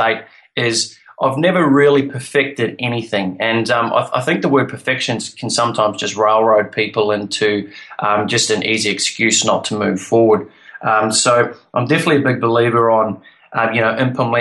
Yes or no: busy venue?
no